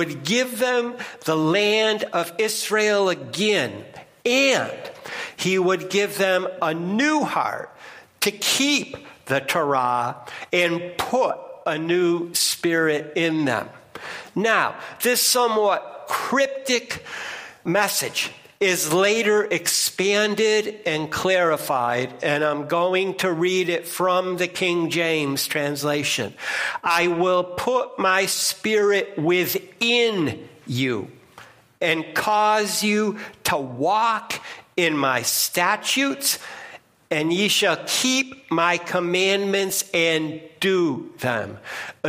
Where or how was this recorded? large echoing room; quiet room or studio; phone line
large echoing room